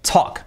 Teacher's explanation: Y es una mezcla entre O y A, talk, así sería.